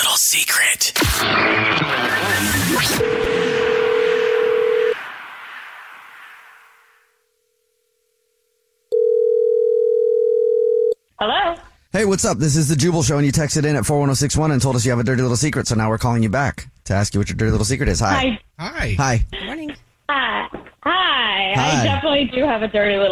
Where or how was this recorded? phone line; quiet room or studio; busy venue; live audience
phone line